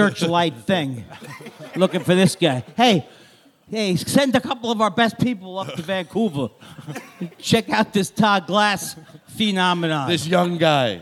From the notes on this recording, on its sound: This episode is LIVE from JFL NorthWest